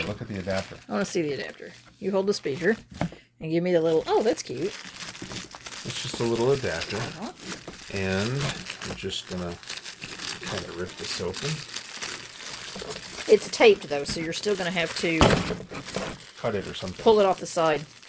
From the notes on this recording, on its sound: This episode was recorded with Easy Voice Recorder for Android. Note this episode was recorded with Easy Voice Recorder for Android.